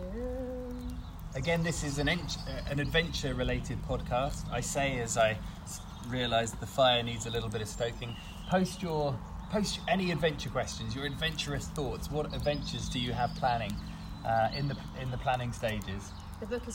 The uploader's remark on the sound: Live From the Campfire